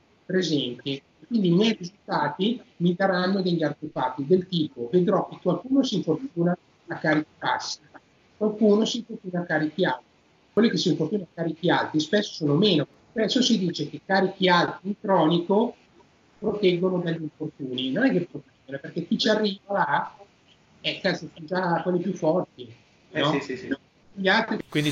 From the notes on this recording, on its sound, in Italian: Qualche leggero errore di registrazione durante la Skype call. Per questo motivo abbiamo eliminato le parti che non si sentivano in modo perfetto dalla traccia audio e video del podcast.